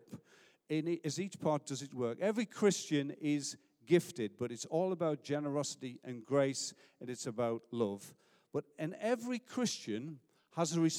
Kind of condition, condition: setting, large echoing room